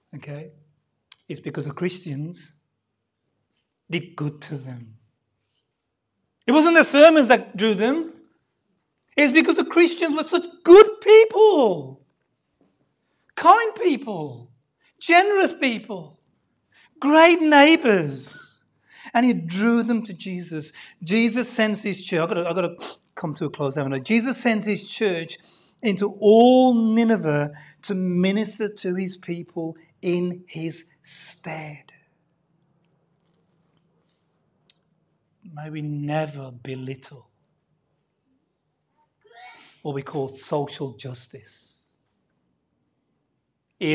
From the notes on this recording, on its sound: Sunday Service Live Stream